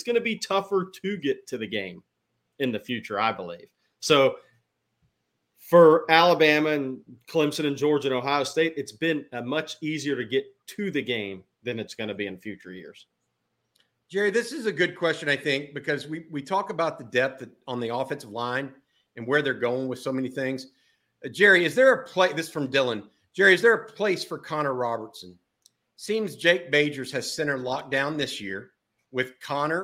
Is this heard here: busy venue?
no